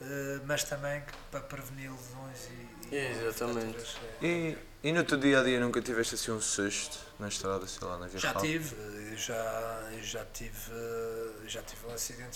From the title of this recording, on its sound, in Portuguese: Diretamente do Rali Vinho Madeira